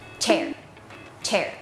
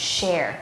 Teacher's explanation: เสียง chมันจะแบบมีลูกเล่นนิดนึงออกมาแต่ออกไม่หมดมันจะเป็นลมแบบปุ๊บเดียวเท่านั้นค่ะ · Shown in: first take